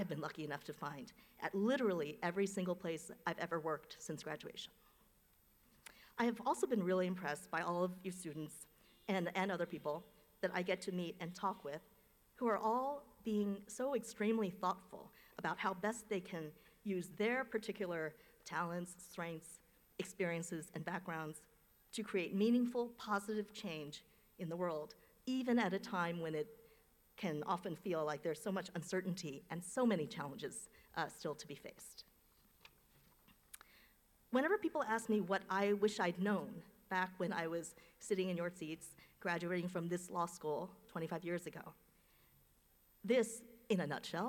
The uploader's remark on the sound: delivered remarks at UVA Law’s 2023 commencement ceremony